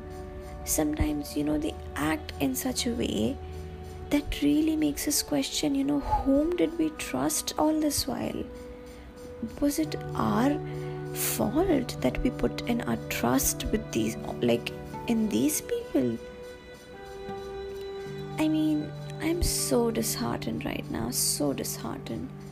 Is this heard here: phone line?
no